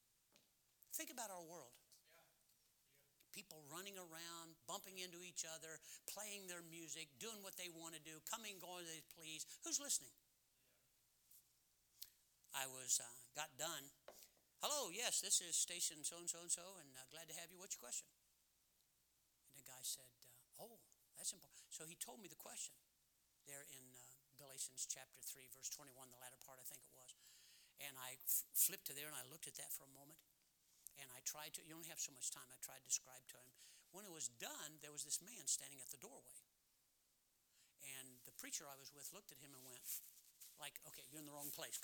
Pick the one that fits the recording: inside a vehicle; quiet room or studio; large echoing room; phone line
large echoing room